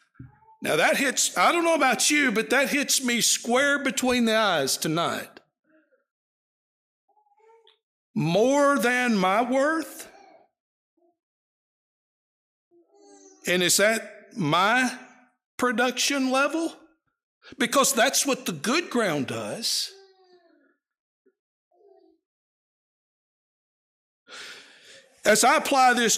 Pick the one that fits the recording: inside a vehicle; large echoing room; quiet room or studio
large echoing room